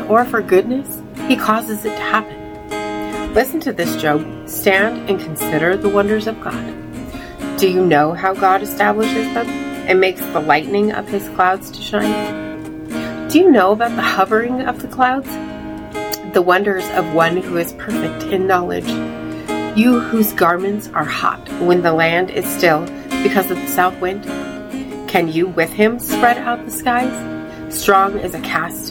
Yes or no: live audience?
no